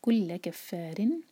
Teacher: کل لا ایک حرکہ کف فا دو حرکہ فا پر شدہ، کیف کو فا سے جوڑا اور پھر فا کو کھینچا کفارین. را جو ہے اس کے نیچے کسرہ کی تنوین ہے تو وہاں را باریک ہونا چاہیے